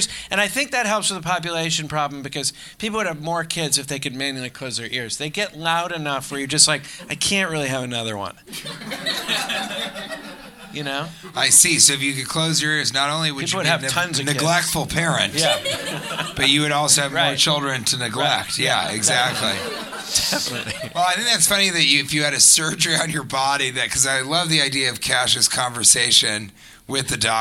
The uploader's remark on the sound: Live from Cleveland